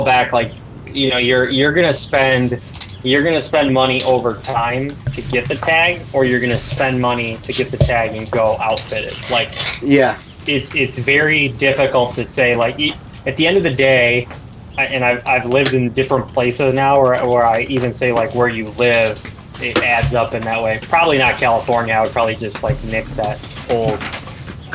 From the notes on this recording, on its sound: On the phone. We recorded this in an ice fishing shanty so bear with the extra noises.